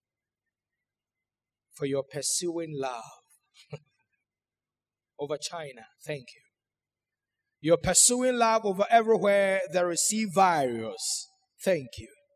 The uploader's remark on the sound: Sermon preached at CBC Shiashie Campus